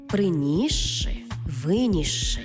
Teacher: С плюс ши утворюється подовжений звук ши.